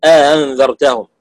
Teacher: أنت أدخلت ألفا والألف مقدارها الطبيعي حركتين · يجعل بين الهمزة الأولى والثانية في قول أنذرتهم ألف الفصل